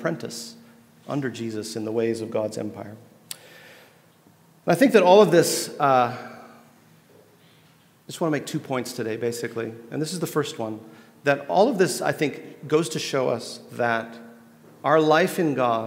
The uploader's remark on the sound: at The Table Worship gathering